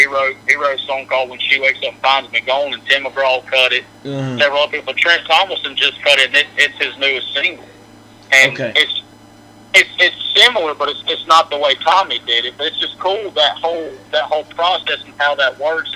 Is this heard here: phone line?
yes